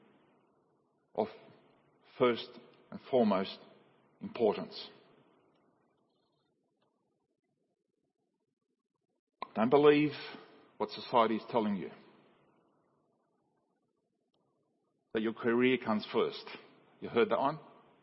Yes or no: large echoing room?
yes